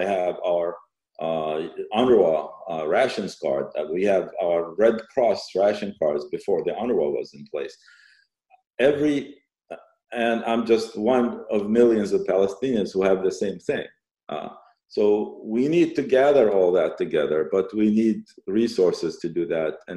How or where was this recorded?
video call